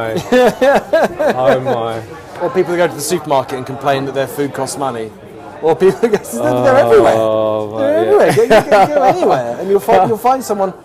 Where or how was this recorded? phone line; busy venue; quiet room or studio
busy venue